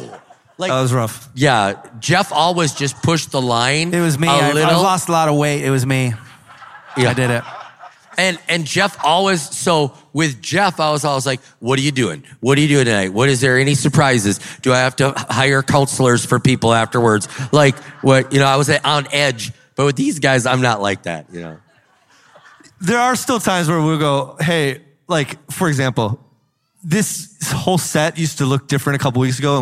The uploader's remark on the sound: one of our breakout sessions from River Valley Conference 2023!